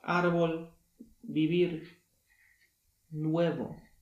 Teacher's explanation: B wymawiane będzie jako głoska pośrednia między B oraz W w pozostałych przypadkach. Na przykład árbol, vivir, nuevo.